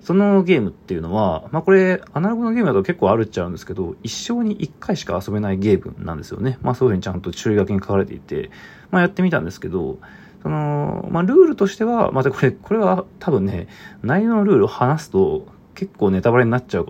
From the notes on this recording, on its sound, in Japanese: From Radiotalk。ボイスメモです。